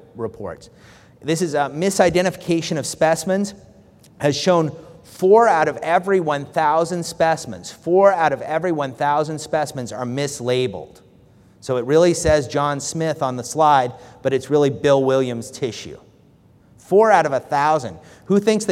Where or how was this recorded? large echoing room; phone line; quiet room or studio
large echoing room